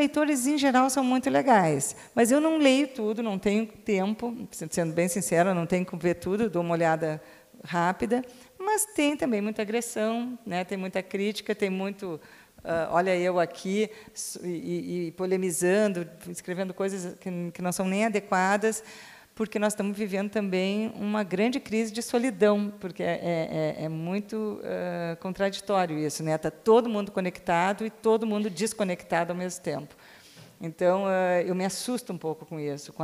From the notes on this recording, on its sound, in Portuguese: foi gravado durante a 38ª Feira do Livro de Bento Gonçalves/RS